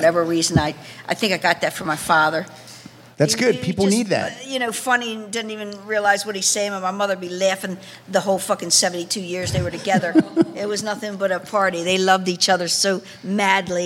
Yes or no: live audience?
yes